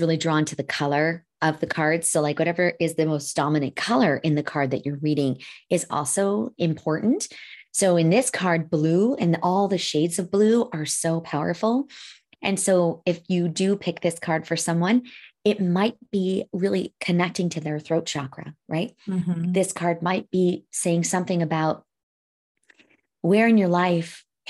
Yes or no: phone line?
no